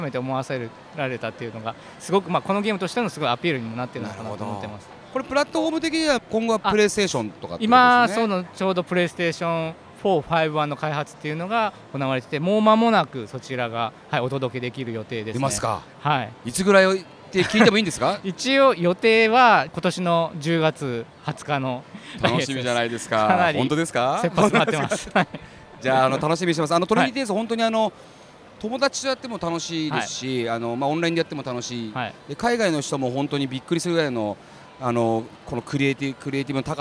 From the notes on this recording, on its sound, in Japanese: 東京ゲームショウ2023。2日目のビジネスデイの現場からお届けします。インディーゲームコーナーを散策しつつ。